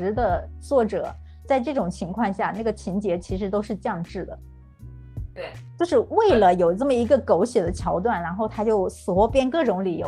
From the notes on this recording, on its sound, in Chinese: 主播本期声音可能听起来有点冲，因为电脑收音问题，她基本靠喊